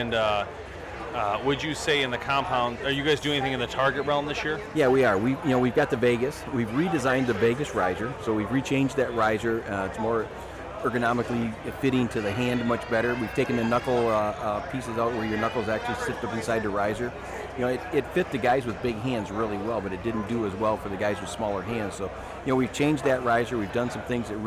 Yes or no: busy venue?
yes